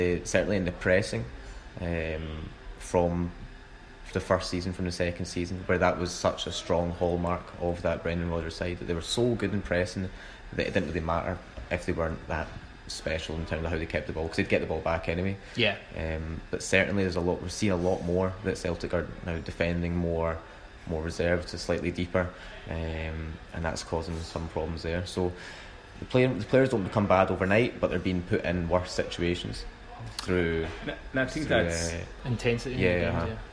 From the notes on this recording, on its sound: The first section was recorded during the Lunch With The Cynics